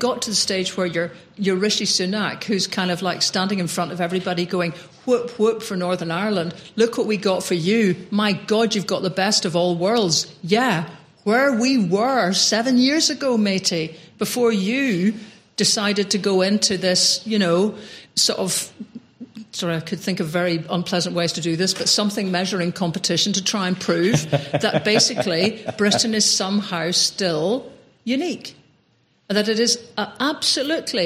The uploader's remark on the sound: Live at Imagine Belfast Festival-Podcast Special. We were invited over to record an episode of the podcast in front of both a live audience in the Accidental Theatre and on-line. An audience we wanted to join in.